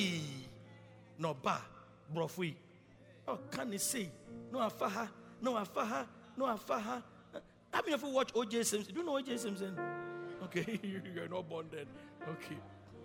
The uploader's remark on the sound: Preached at Loyalty House, Abbey, Dahwenya